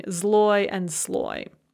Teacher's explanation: that first consonant does not change its voiced or voiceless quality, so you can hear the difference between zloy and sloy